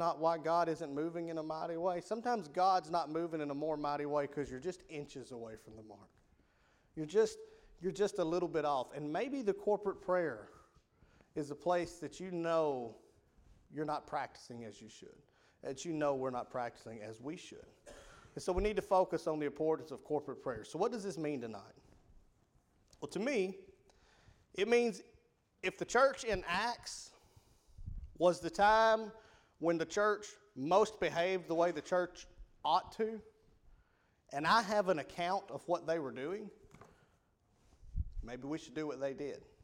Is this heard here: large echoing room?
yes